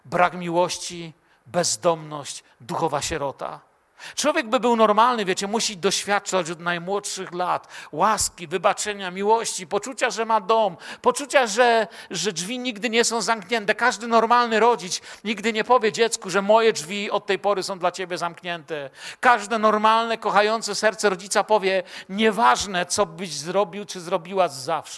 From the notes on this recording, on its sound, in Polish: Wykład został nagrano podczas środowego wieczoru z Bożym Słowem w Kościele „Filadelfia” Bielsko Biała